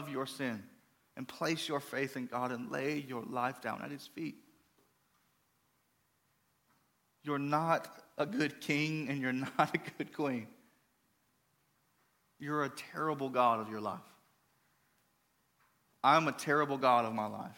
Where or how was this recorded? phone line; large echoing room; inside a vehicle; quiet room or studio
large echoing room